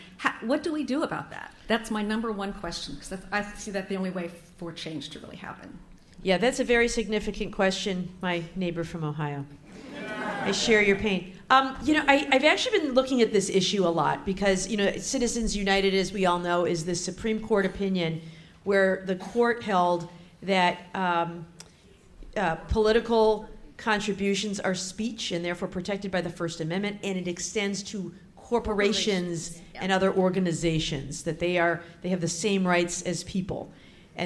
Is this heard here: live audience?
yes